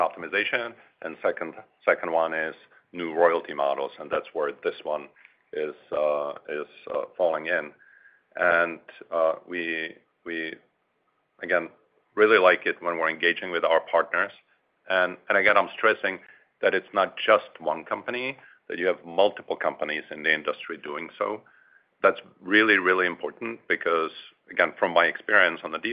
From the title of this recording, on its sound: Q4 2023 Earnings Conference Call